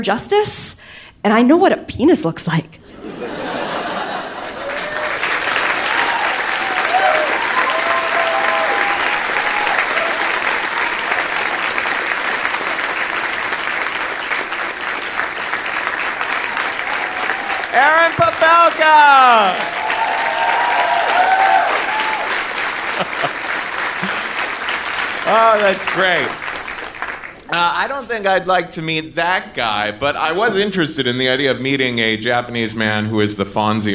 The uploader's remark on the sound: Live From Seattle 3!